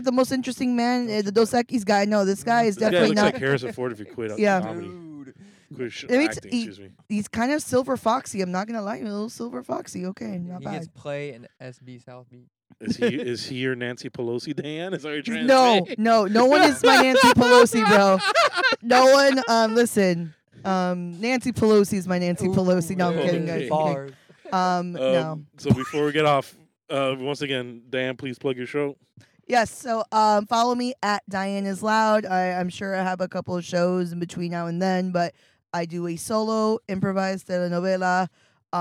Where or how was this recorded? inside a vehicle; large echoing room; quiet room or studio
inside a vehicle